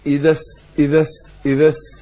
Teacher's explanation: ادغمنا اللام اللي قبل السين في السين